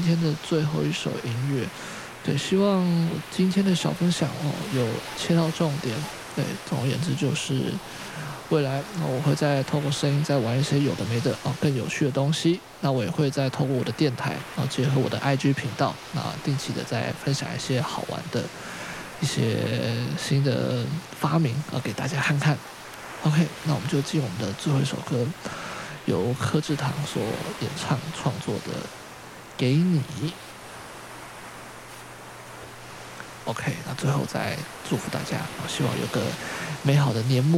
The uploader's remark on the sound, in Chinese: 新的硬體設備，新的嘗試，並且挑戰了1-take錄製。配著東隆宮廟口的嗩吶聲。